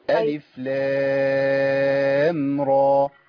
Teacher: ألف لام را مش راء مفيش همزة. ألف لام را.